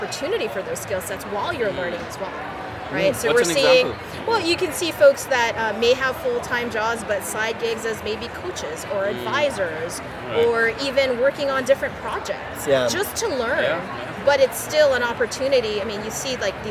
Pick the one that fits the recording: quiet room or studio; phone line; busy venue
busy venue